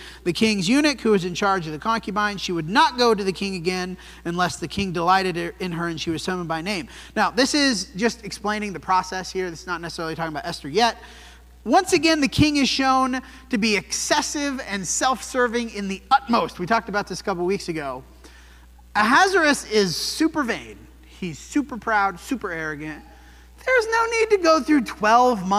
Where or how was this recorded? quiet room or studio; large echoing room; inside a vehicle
large echoing room